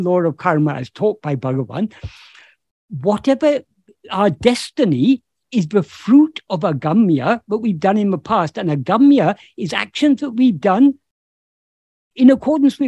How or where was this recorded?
video call